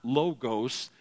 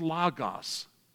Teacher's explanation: It is not logos, it's not long O's in the original language, it's short O's · Shown in: second take · it's logos.